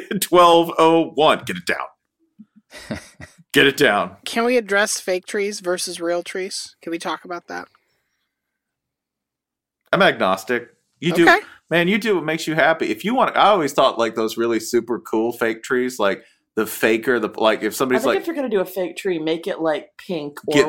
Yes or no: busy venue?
no